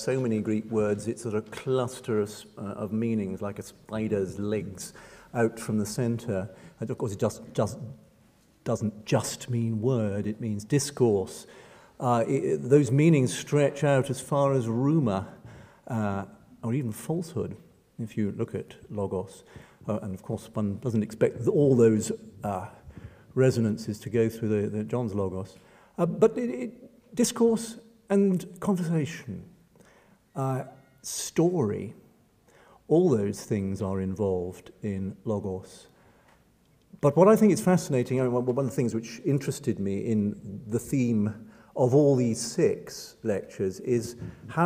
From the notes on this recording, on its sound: Recorded Monday 23 April 2012 at St Cecilia's Hall, Edinburgh.